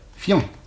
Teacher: il ne faut pas prononcer un i, mais on prononce un iode, fian, une seule syllabe